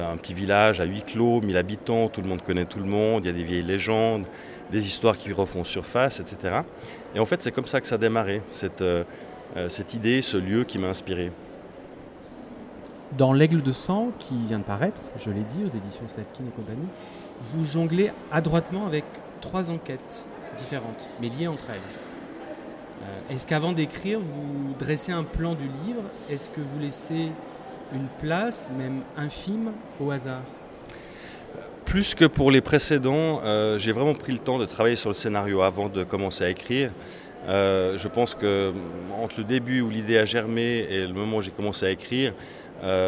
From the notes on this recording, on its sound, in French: je suis à Lyon au festival Quais du Polar